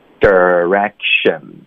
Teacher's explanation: 应该可以听出开头我发的是 der，是这个儿化音